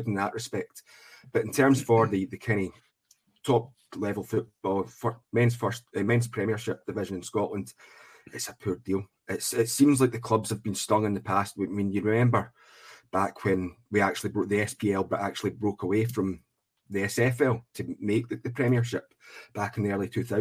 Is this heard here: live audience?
no